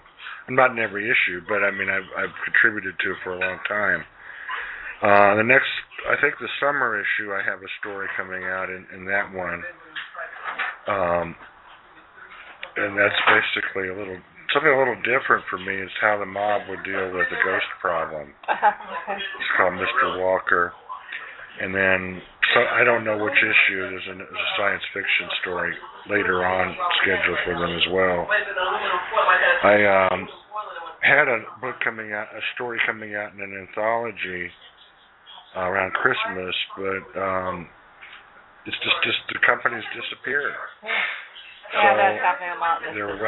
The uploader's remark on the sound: LepreCon 39, the signature Sci-fi/Fantasy Art and Literature Convention. We will be LIVE from LepreCon.